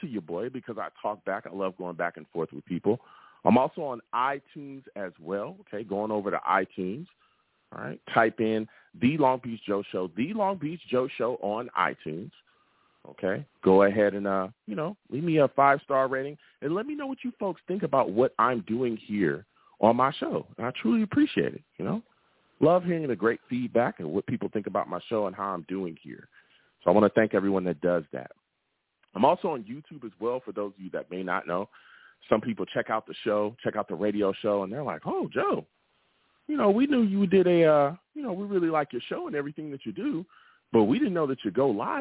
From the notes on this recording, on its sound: I take live callers!